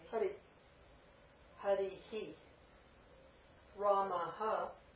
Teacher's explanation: It's aspirating the last vowel. · Term: aspiration